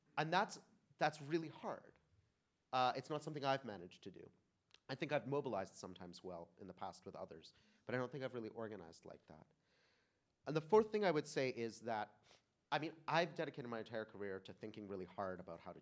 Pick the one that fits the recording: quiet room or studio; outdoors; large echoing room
large echoing room